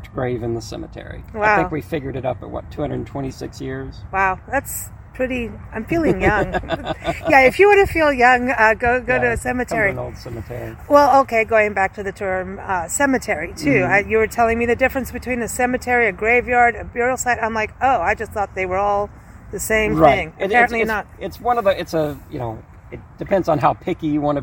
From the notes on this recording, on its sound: Recorded onsite at the historic American Cemetery